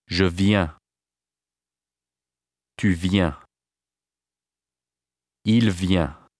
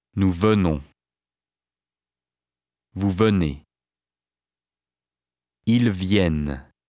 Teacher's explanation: the singular forms are all pronounced with nasal vowels, but the N sound is pronounced in all the plural forms